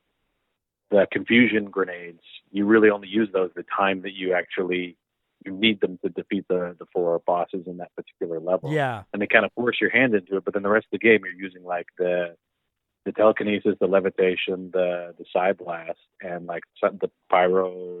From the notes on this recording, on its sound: listen in on the phone call we had